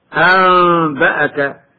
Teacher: ووجه هذا الإقلاب عسر الإتيان بالغنة في النون والتنوين مع الإظهار، ثم إطباق الشفتين لأجل الباء، وكذلك عسر الإدغام بسبب قلة التناسب واختلاف المخرج هنا، فتعين الإخفاء وتوصل إليه بالقلب ميما لأنها تشارك الباء في المخرج والنون في الغنة.